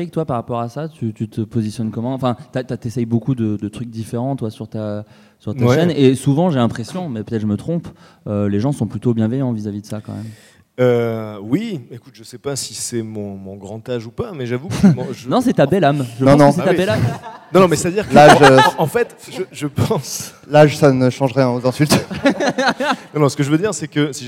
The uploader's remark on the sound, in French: Un épisode EN PUBLIC au Frames Festival 2016 ! C'était mon premier épisode en public, désolé pour les petits bugs de son et le ton parfois un peu moins naturel que dans mon salon.